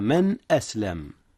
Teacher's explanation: أولا، بلى من أسلم، جاء إظهار هنا يا أستاذنا. من أسلم أظهر نون من قبل الهمزة إذ هي من أحرف الحلق